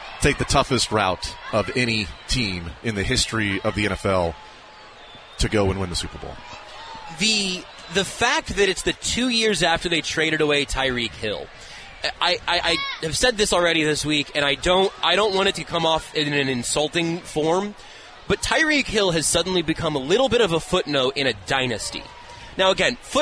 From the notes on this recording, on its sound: Live from Super Bowl Parade Route. Taking a field trip to the Chiefs Championship parade.